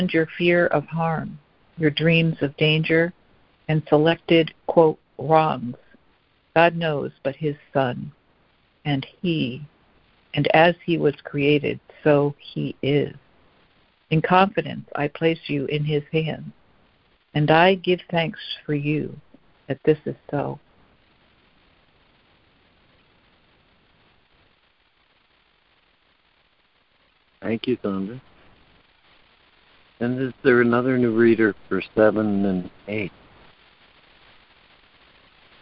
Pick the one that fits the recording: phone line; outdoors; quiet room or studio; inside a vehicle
phone line